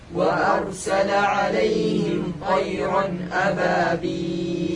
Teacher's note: الهمزة في كلمة وأرسل من أقصى الحلق